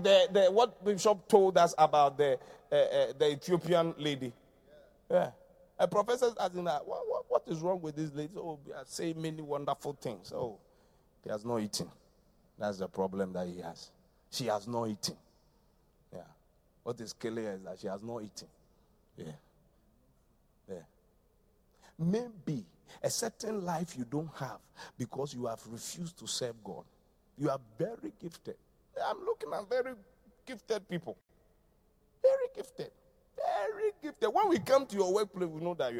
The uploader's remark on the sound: Preached at The Qodesh